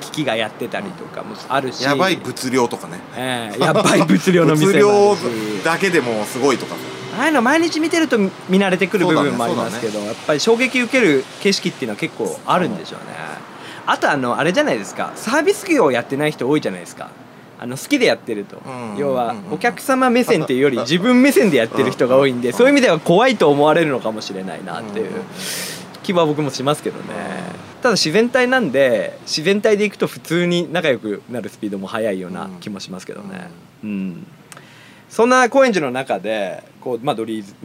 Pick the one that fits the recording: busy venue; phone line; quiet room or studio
busy venue